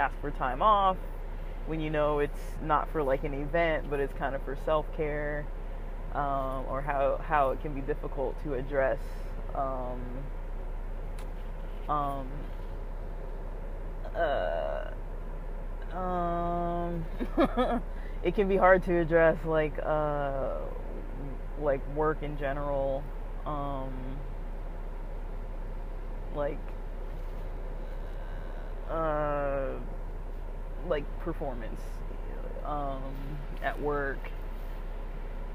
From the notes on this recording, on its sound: this was recorded while driving hence background noise